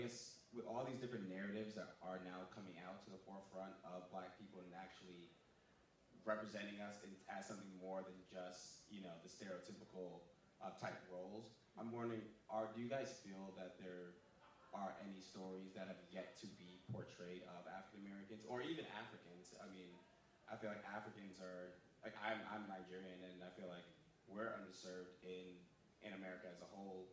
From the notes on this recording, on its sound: Live at SXSW. We host a live recording during the SXSW Podcast Stage. Along with a brief Q&A from the audience.